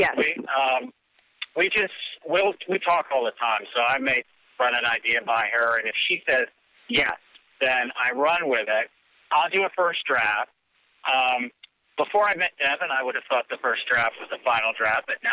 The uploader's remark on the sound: This is our first time trying to host four people on the same phone call, so the audio's not always ideal, but hopefully it's all still audible!